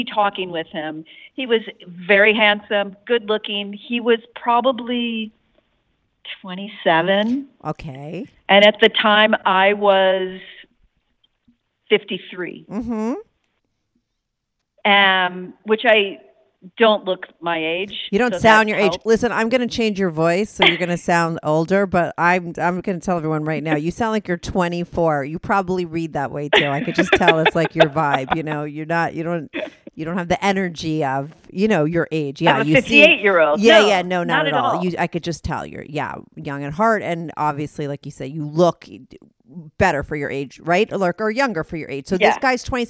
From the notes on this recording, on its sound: they both call in to talk all about it